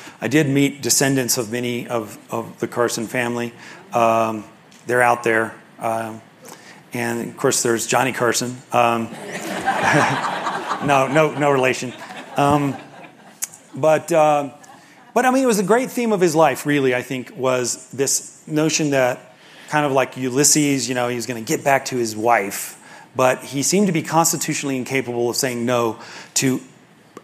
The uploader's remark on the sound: In front of an audience. This public event was part of a four-day seminar about the history of the 19th Century American West, which was hosted by the Aspen Institute's Society of Fellows.